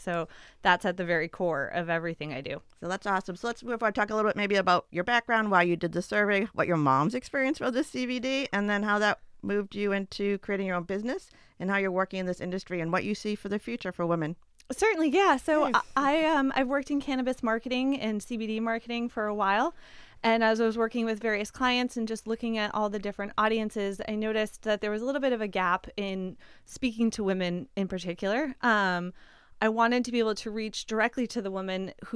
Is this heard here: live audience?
no